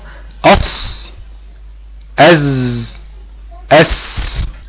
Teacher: مخرج الصاد والسين ازاي من طرف اللسان مع المنطقة ما بين الثنايا العليا والثنايا السفلى. ننطق كده مع بعض، اص از اس.